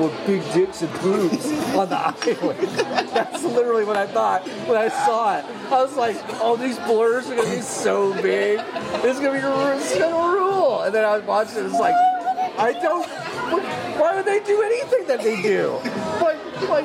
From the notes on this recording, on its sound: recorded an episode inside the Cheesecake Factory at The Grove in Los Angeles, California